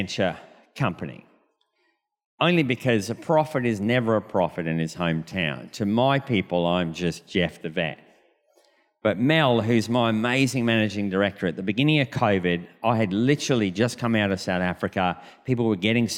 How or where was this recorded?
large echoing room